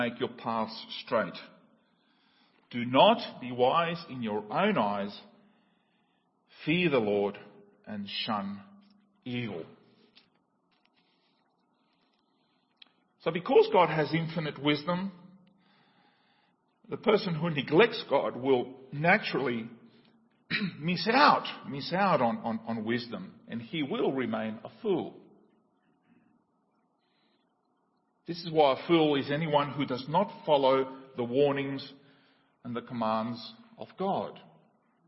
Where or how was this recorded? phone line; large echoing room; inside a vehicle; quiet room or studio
large echoing room